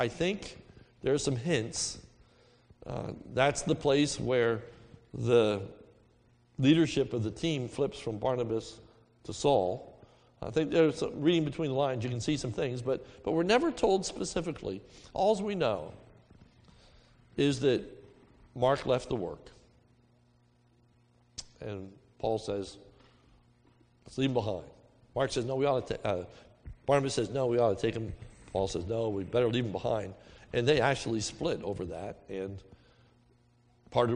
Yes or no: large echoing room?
yes